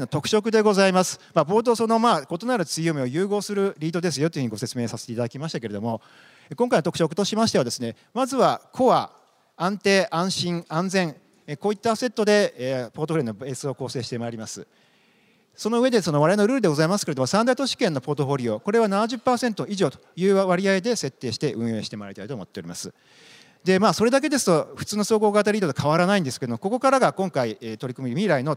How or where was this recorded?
busy venue